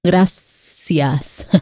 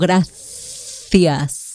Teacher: en la palabra gracias, la C ahí en medio suena exactamente que la S · Shown in: first take